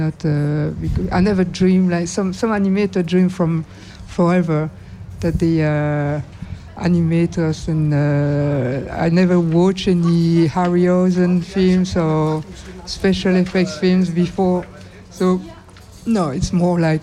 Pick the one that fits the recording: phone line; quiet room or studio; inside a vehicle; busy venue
busy venue